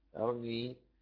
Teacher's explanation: وابن عمرو بسكونها واختلاس الكسرة